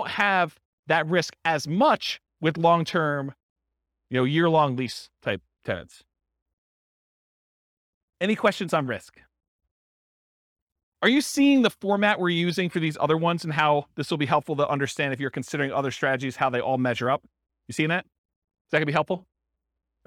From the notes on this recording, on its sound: This was a live class recorded